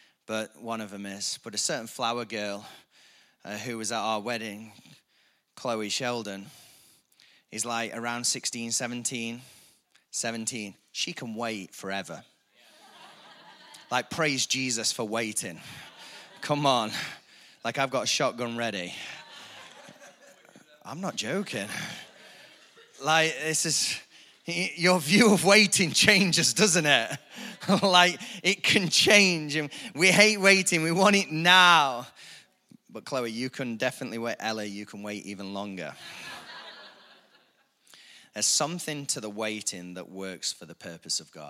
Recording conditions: large echoing room